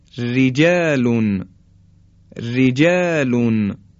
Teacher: کلماتی که حرف را خودش دارای کسره است طبیعتا نازک ادا میشه · Term: ترقیق